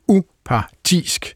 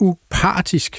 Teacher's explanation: det udtales upartisk med tryk på par · Shown in: second take · og det skurrer i mine ører, og jeg undrer mig over, hvordan den udtale kan være kommet ind i sproget.